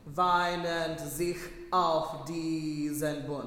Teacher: So there's a glottal on auf.